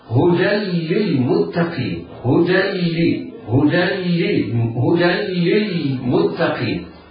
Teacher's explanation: ولكن لم ننطق الهن، قلنا هدى للمتقين، نطقنا دالا مفتوحة بعدها لام مشددة بالكسر. · Term: إدغام